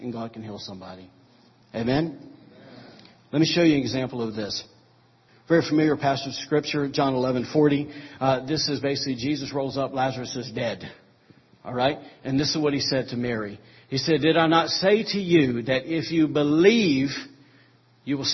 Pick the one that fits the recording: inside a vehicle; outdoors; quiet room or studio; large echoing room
large echoing room